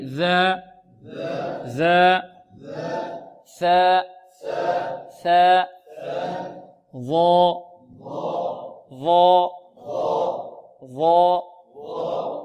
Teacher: عندنا ثلاث أحرف تخرج ماذا؟ من طرف اللسان مع طرف الثنايا العليا